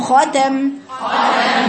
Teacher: لساني يتجافى عن سقف الحنك، الا الجزء الاخير ده مستعلى · Term: منفتحه